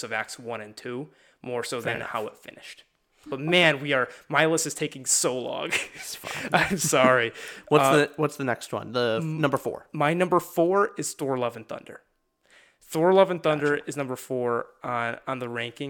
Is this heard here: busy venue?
no